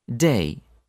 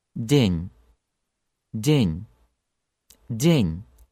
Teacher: in English, a lot of air flows out at the beginning, in Russian, much less so. In English, you use the tip of your tongue, in Russian, the middle part of your tongue.